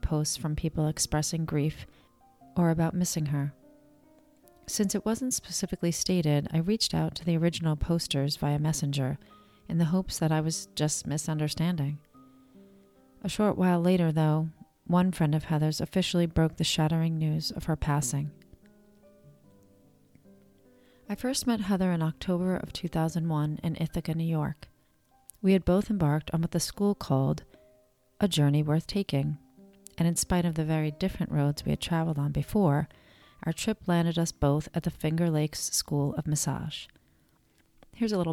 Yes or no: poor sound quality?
no